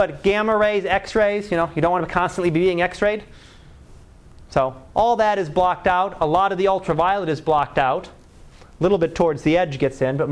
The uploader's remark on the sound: Live Class Lecture